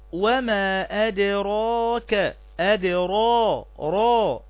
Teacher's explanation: الراء هنا مفخمة لأنها مفتوحة